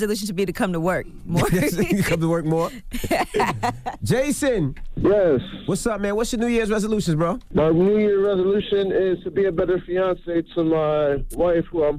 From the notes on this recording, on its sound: We opened up the phone lines. We had our listeners call up.